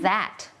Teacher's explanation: จะเป็นเสียง voiceเนี่ยแปลว่าเส้นเสียงของเราเนี่ยมันจะสั่นแต่วางปากเนี่ยมีคล้ายกันมากๆเลยค่ะคือวางที่เดิมเลยคือลิ้นอยู่ระหว่างฟันบนกับฟันล่าง